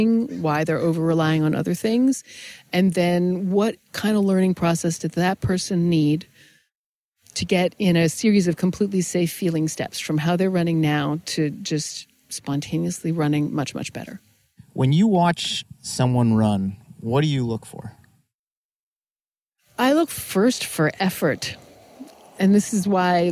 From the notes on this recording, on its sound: we sat down at a local park and had a conversation